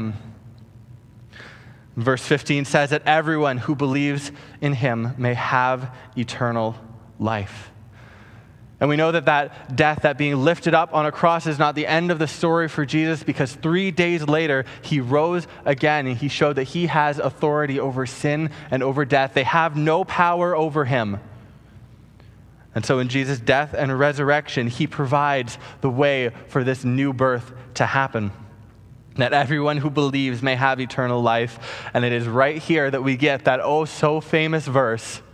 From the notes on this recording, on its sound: Preached on August 2, 2020 at Harbour Fellowship Church